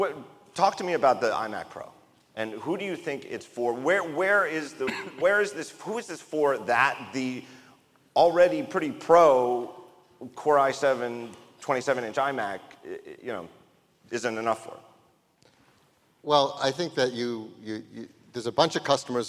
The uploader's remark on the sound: Live From WWDC 2017. Recorded in front of a live audience at The California Theatre in San Jose.